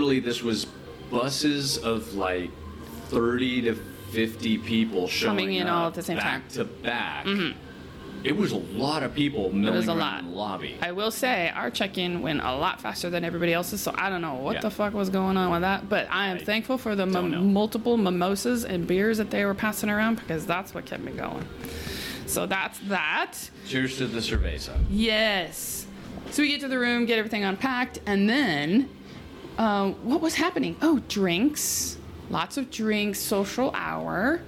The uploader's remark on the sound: Recording live from the event here in Costa Rica!